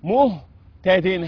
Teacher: خلي بالك، فمنهم مهتد، وعايز أنبه على صفة الهمس، مهتد هكذا، مهتد الهمس جريان النفس صفة ضعيفة، مه الهاء والهاء ضعيفة مخرجة من أقصى الحلق وكل صفاتها ضعيفة